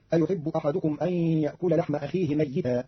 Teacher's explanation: قرأ قالون كلمة ميتا بتشديد الياء، فتصير أيحب أحدكم أن يأكل لحم أخيه ميتا، والتخفيف والتشديد لغتان عند العرب.